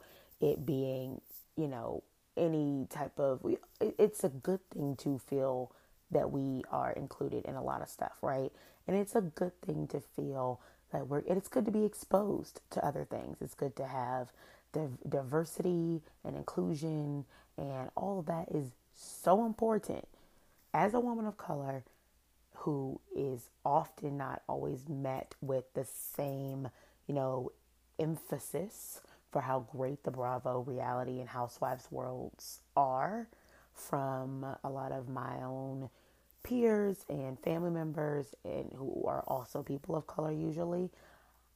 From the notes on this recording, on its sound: SOUND UP (sorry)! This was a spur of the moment episode. Sorry it’s low, I didnt expect to record.